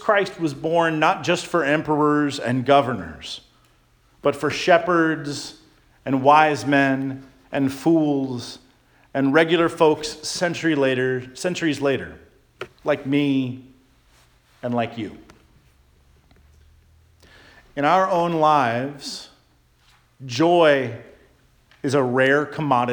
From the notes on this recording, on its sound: Charles Anglican Cathedral, Bremerton, WA.